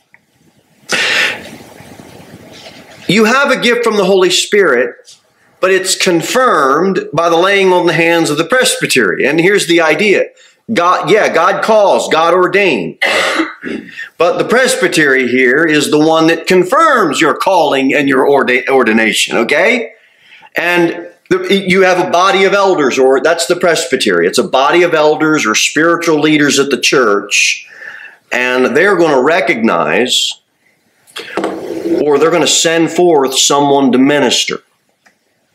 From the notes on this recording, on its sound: Sermon delivered at Pilgrim Baptist Church on Thursday, December 14, 2023, at 6-15 pm. Jere Whitson Rd. Cookeville, TN 38501.